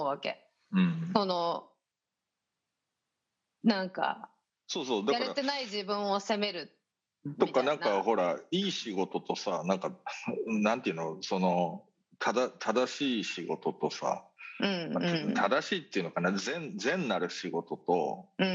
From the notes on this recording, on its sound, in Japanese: 本収録はビデオ会議サービス「Zoom」を使用し。一部聞き取りづらい箇所があります。